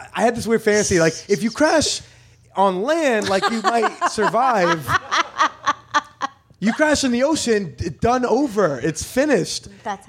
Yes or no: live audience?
yes